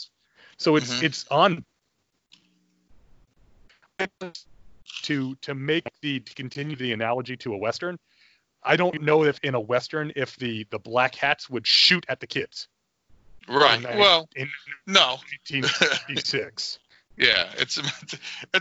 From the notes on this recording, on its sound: lousy Skype latency